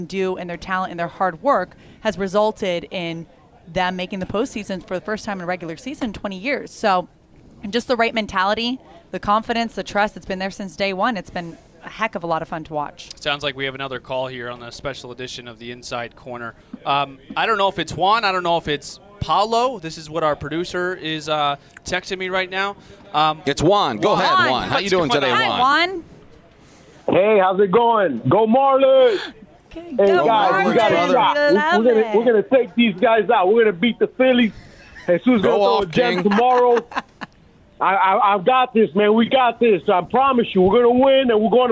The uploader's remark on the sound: live from Citizens Bank Park